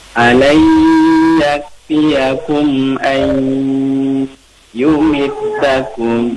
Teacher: Nun sukun bertemu dengan huruf ya. Idgham bigunnah. Kalau idgham bigunnah berarti harus didengungkan.